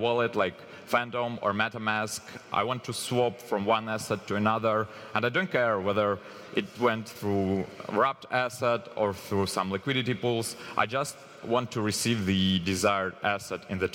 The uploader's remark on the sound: Live from Breakpoint 2021